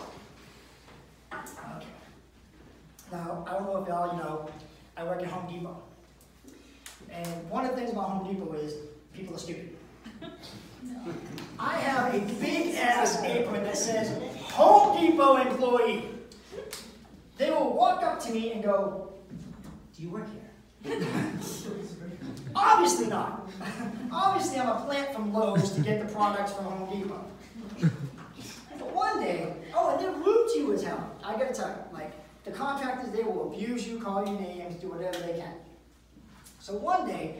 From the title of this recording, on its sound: Live at the MEG